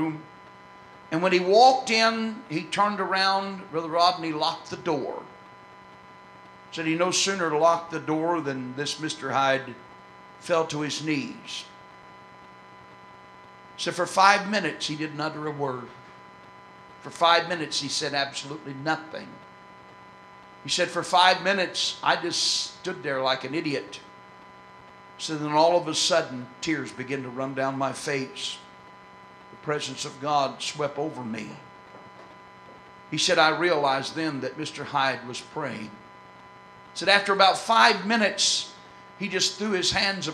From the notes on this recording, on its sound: This excerpt was recorded on November 7, 2004 at First Apostolic Church in North Vernon, Indiana.